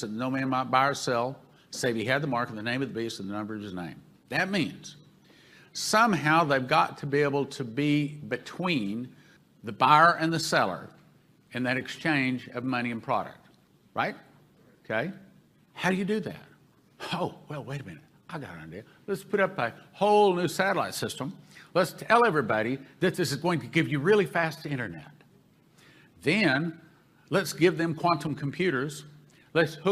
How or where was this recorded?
live audience